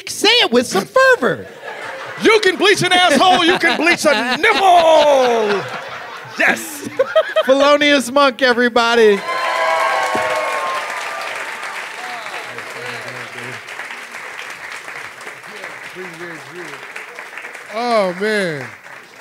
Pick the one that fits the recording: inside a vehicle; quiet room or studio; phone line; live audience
live audience